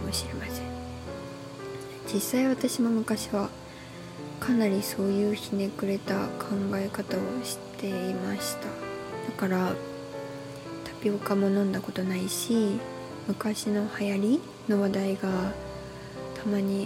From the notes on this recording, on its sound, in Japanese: マイク買ってみたんですが、まだ調整上手く出来てなくて雑音うるさいです